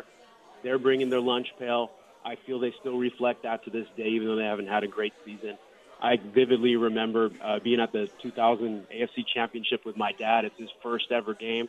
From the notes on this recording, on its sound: LIVE FROM LA CASA CIGARS IN TIVOLI VILLAGE